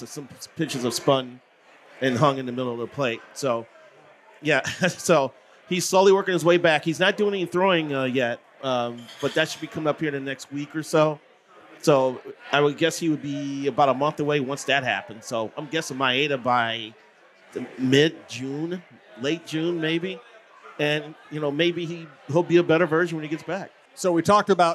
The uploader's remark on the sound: Live from The Loon